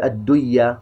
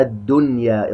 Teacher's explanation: نون ساكنة وبعدها ياء، لكن لأنها في نفس الكلمة نظهرها · Shown in: second take · ولا نقول الدنيا، نظهرها الدنيا إظهار مطلق.